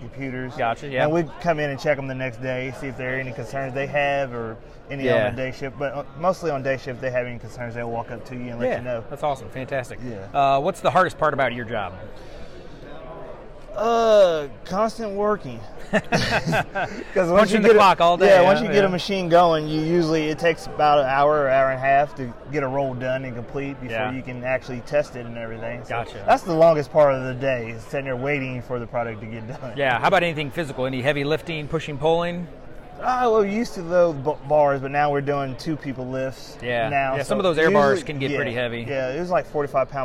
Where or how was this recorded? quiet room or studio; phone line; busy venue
busy venue